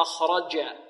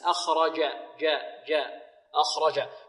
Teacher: الدال من طرف اللسان والجيم من ماذا؟ من وسط اللسان · Shown in: second take